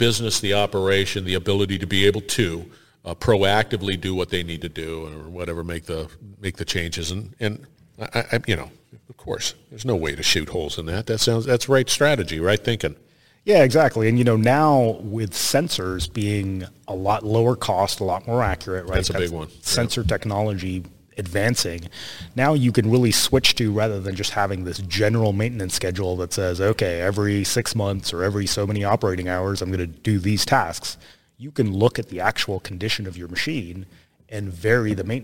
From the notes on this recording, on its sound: Industrial Talk is onsite at Hexagon LIVE